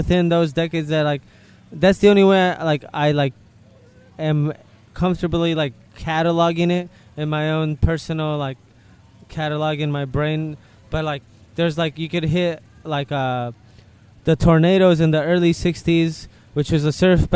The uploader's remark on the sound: At the Long Beach Music Tastes Good Festival. Took some time before he was scheduled to perform at the Music Tastes Good Festival.